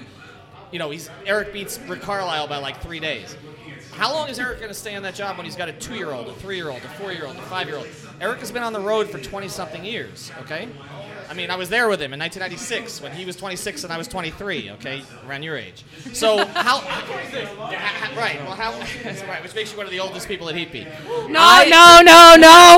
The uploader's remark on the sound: LIVE from our first ever "Watch Party" taping at Tap 42 in Midtown Miami.